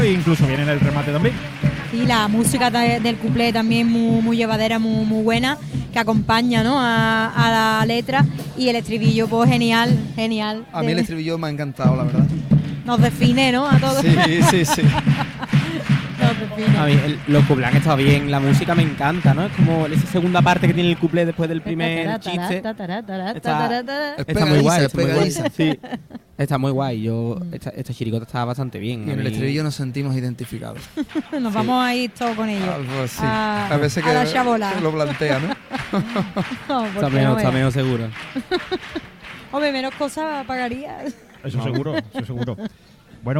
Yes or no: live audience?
yes